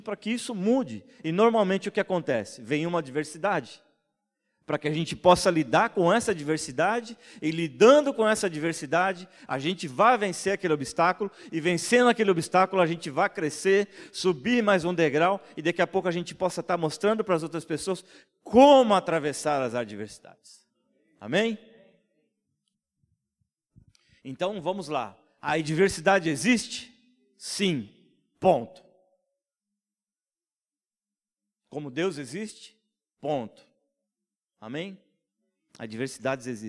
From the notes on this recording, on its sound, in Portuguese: em nosso Culto Terça Vida, dia 26/05/2020 na Igreja ABA Blumenau (Transmitido ao vivo)